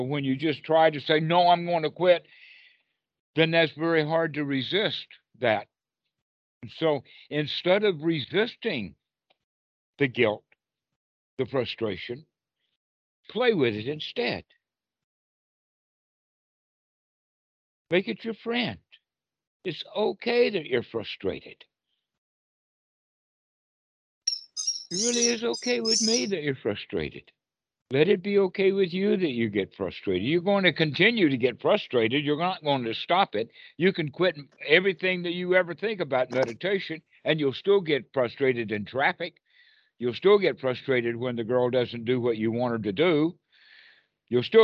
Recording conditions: video call